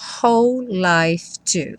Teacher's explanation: Essa palavra whole, embora tenha um W aí no começo, você só escuta o som do H, que em inglês é esse som h, h, h.